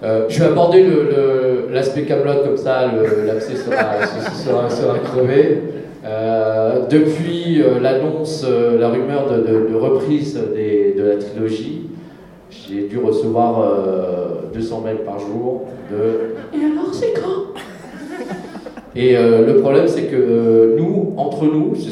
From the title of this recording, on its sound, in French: Conférence TGS Springbreak 2017